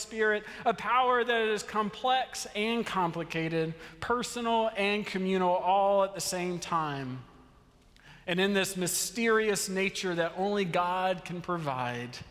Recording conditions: large echoing room